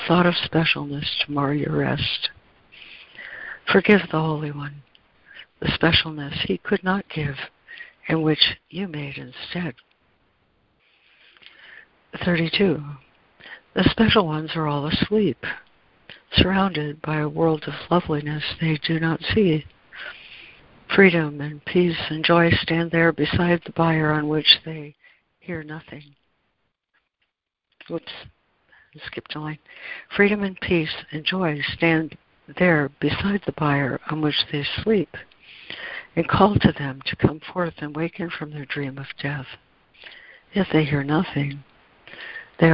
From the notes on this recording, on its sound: ACIM Daily Conference Call.